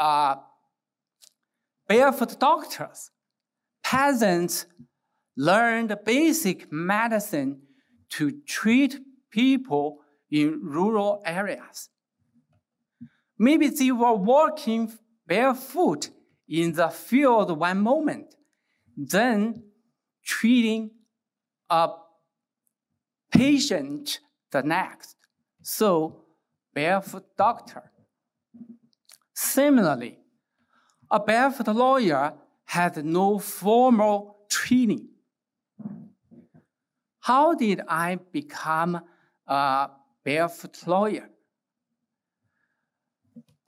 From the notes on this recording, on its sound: gave the keynote address at IWP's Presidential Investiture and Commencement for the Class of 2023.